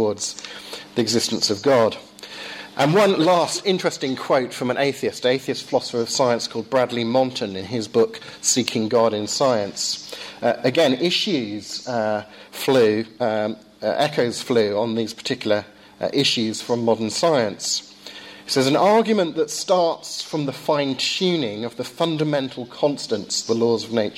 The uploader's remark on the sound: Lecture delivered at Downe House School.